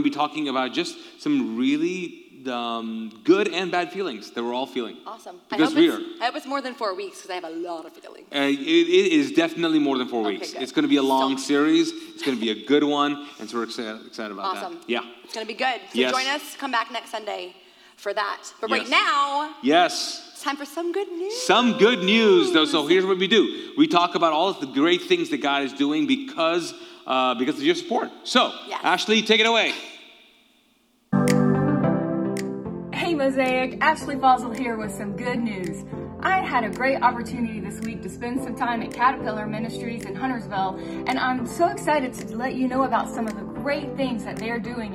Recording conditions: large echoing room